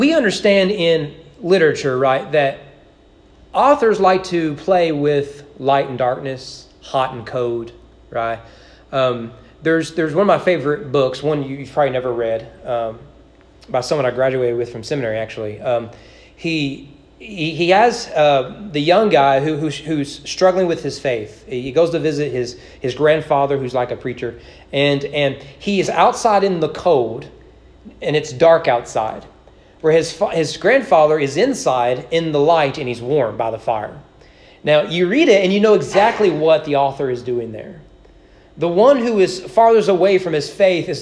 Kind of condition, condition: setting, large echoing room